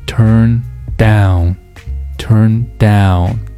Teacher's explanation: 是这个动词短语 turndown。美语的发音规律是会把动词短语的重读放在后面，所以说要把它读成 turn down turndown，这个重点还在这个 down 上。